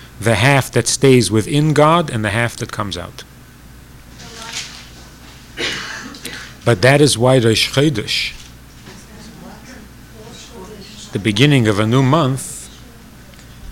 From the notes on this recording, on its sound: This audio is taken from a class given at Beis Chana's Jewish Un-Camp in the summer of 1986.